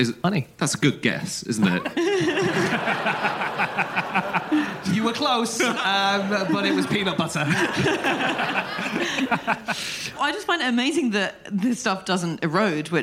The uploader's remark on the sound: Live from Oxford.